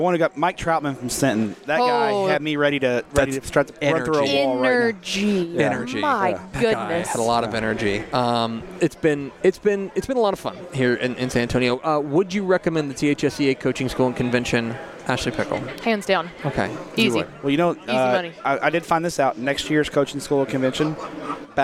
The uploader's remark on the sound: Live (on tape) from the THSCA Coaching School and Convention in San Antonio